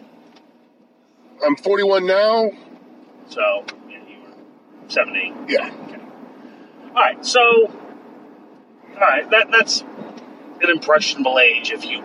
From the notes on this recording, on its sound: Recorded on the road to and from Limitless Wrestling: Welcome to the Dance in Westbrook, Maine. On the way home we talk about the show itself.